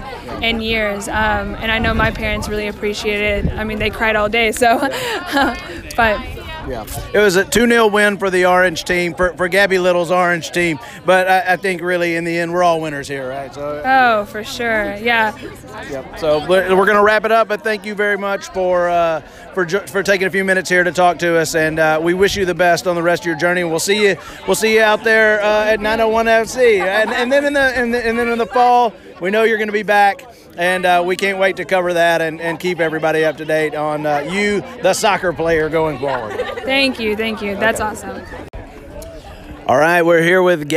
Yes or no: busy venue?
yes